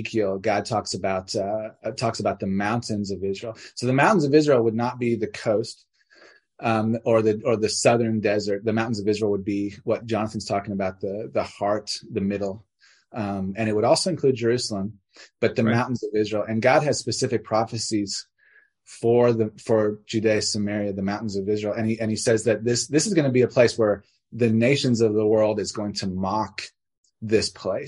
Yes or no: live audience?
no